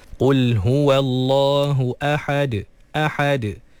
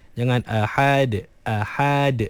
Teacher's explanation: Jadi jangan sampai huruf yang berbaris fathah sebelum huruf yang dimatikan ketika waqaf tu melahirkan huruf alif ataupun ya ataupun waw. Jadi ahad, kena pastikan lepas ha fathah terus matikan dalam huruf dal yang telah disukunkan kerana waqaf · Shown in: first take · Qul huwallahu ahad ahad.